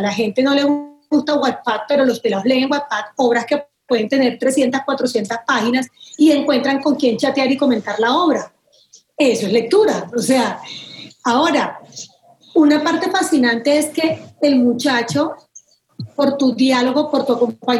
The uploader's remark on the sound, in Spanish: Para este episodio estuvimos conversando por ZOOM.